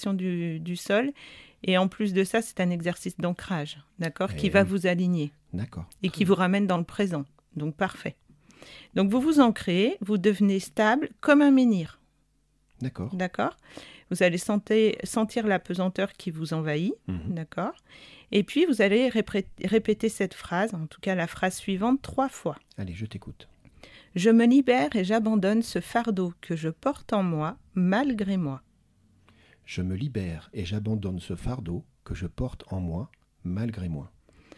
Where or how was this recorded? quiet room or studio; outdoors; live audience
quiet room or studio